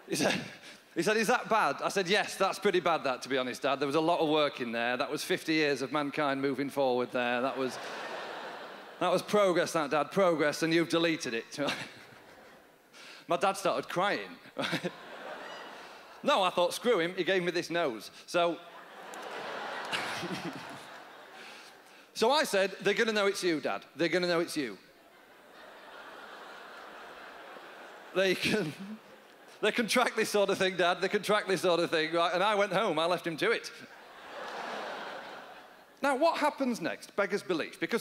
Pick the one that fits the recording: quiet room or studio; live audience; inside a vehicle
live audience